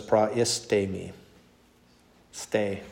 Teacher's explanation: So the third syllable gets the accent there.